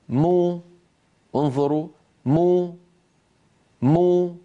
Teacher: فبتباعد الشفتين خرجت الميم، وبانضمام الشفتين خرجت ضمتها · Term: ميما مضمومة